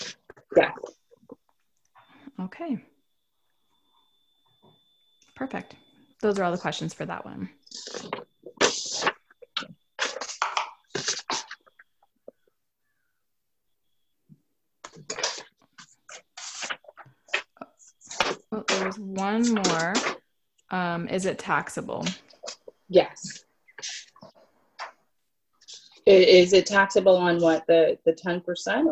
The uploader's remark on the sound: We share a live webinar we hosted.